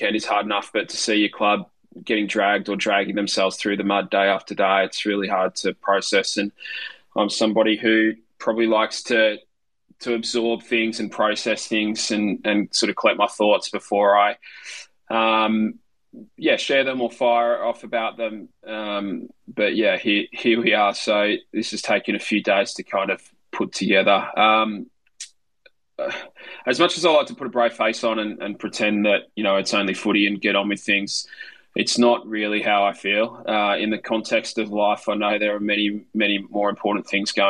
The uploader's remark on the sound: … is recorded live via Twitter Spaces